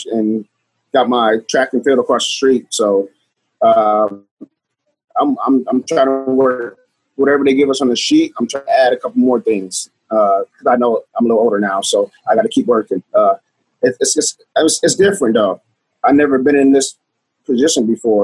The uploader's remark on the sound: Hear the Zoom conference calls